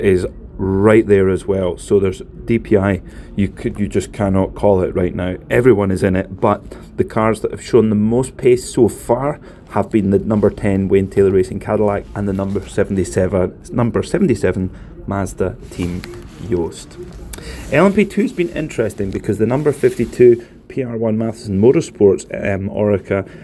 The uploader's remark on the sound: Live from the Rolex 24